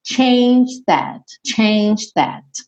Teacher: Aqui nesse changed, no passado, você meio que não escuta nem o E, nem o D.